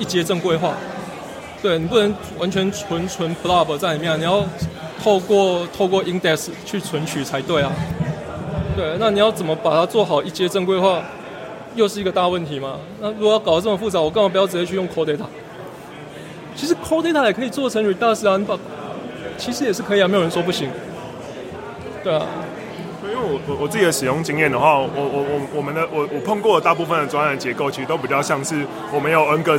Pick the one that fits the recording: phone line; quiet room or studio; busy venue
busy venue